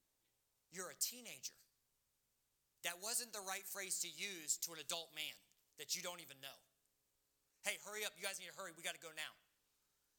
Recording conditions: large echoing room